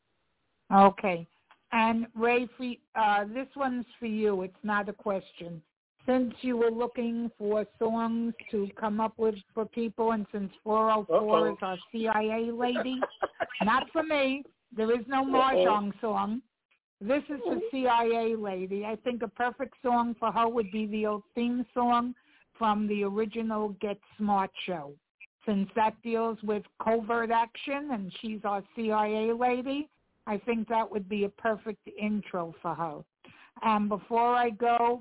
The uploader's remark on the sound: TNTSuperfantastic Conference Call.